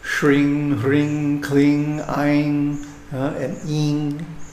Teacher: So the meaning is that this crescent moon shape, indicating drawing out the nasal termination, gives victory to the sadhaka represented by the nasal sound, ing, the dot, at the end of the pronunciation.